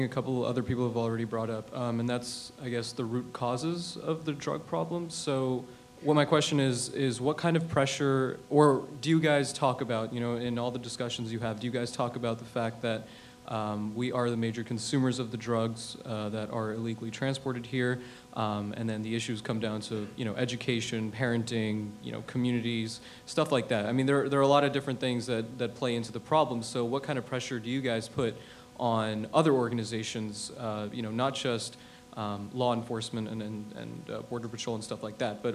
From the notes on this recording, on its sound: panel at The Texas Tribune Festival